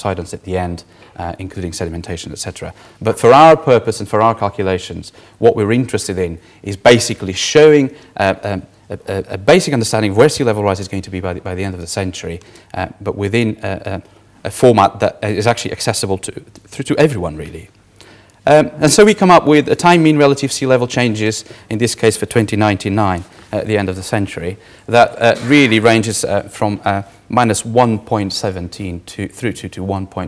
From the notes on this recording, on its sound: Third presentation of the fifth session (Vulnerable people and places 1) of the 4 Degrees international climate conference